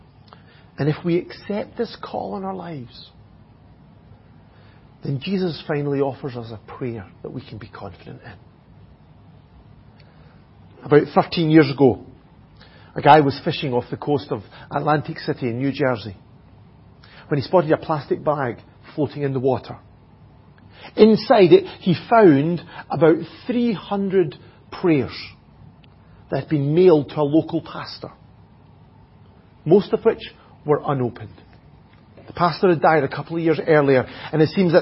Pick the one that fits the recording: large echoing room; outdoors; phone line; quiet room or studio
large echoing room